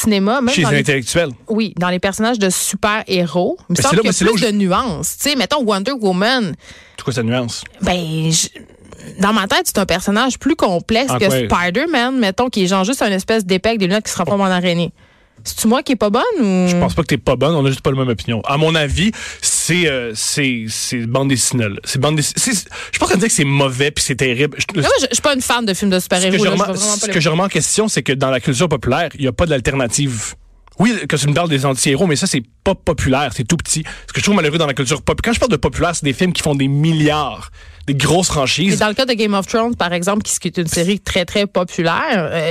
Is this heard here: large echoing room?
no